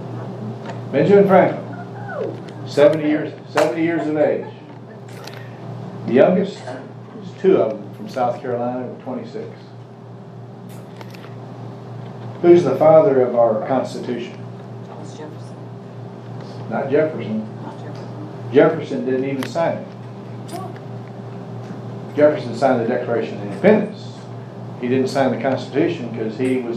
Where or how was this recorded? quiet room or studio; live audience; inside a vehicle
live audience